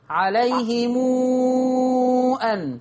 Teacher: ورش يعمل لها وو يمدها ستة · Term: ميم جمع